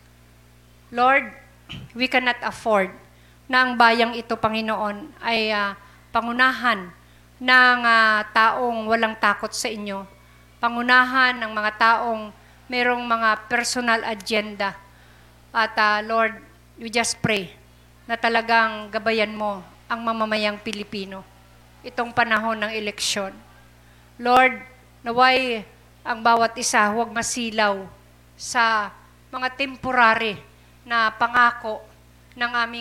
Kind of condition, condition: setting, large echoing room